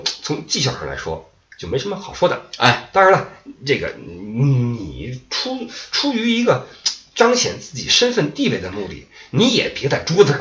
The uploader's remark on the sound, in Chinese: 本期备用话筒录音，音质多担待。